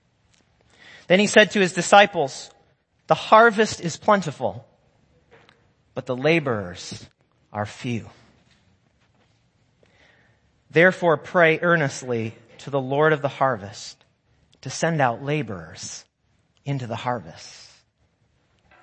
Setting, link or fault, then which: setting, large echoing room